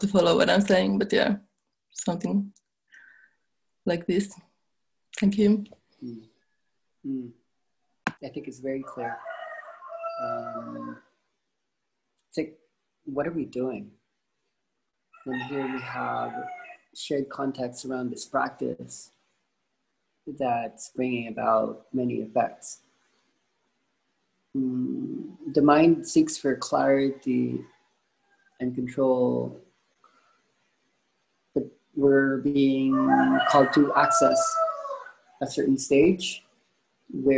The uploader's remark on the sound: This was the first zoom call for Week One for the online-ides.